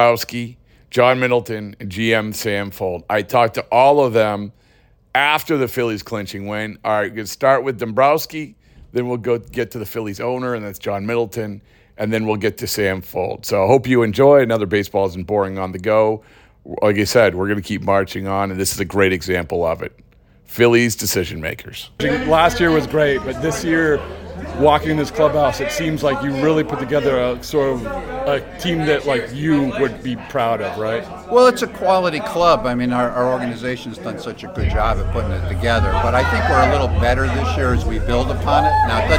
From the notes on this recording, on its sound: in the midst of the Phillies' celebration